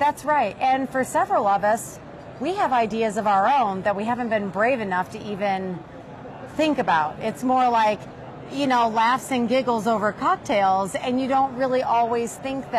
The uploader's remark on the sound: It’s an Interview in Action live from ViVe 2023.